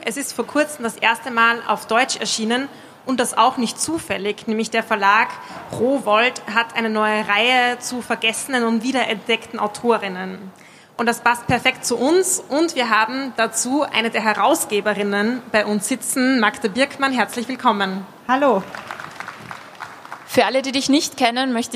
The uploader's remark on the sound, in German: Buch Wien - Live! Im Rahmen eines Live-Podcast auf der Buch Wien.